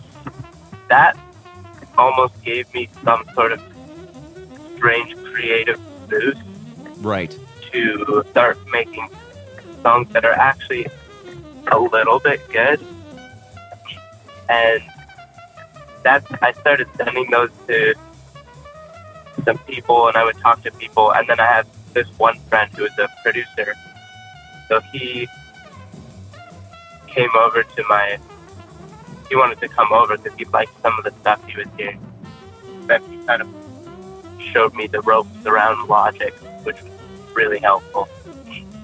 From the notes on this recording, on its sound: over the phone